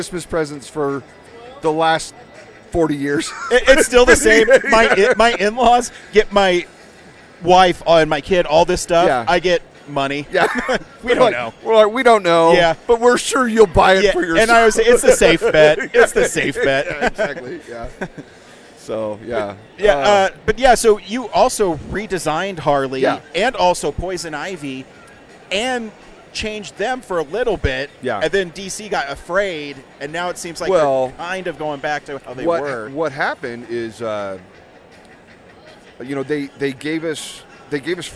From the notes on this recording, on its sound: at Denver FanExpo 2022